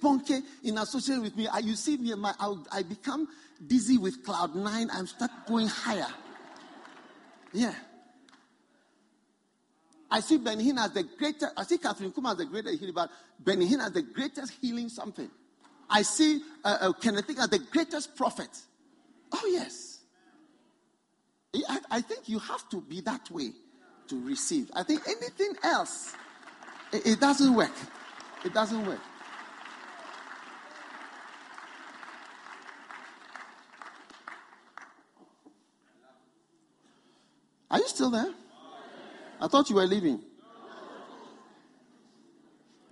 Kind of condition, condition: setting, live audience